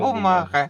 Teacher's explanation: Г – звук фрикативный звук. Это особенность южного диалекта в России. И не особенность, а буква в белорусском и в украинском языках.